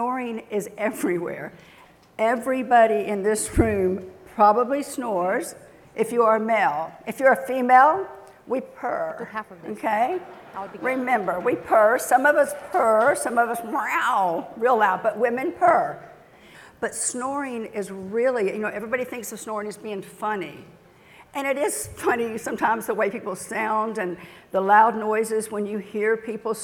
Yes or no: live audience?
yes